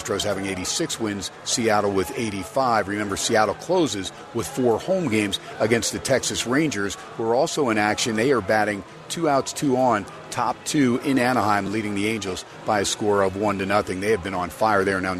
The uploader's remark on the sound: "Live" from #SteinersPub in #LasVegas